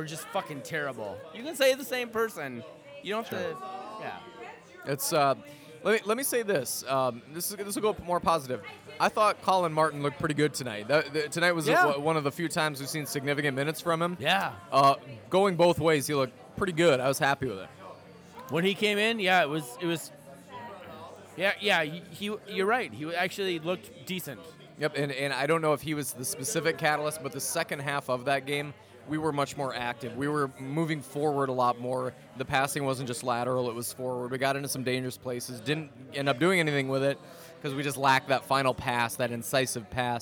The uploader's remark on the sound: ceaselessly accosted by Arsenal fans during recording